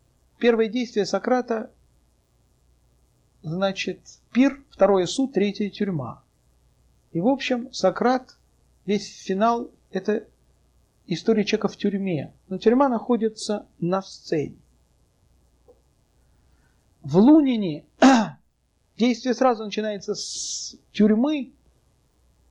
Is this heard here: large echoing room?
yes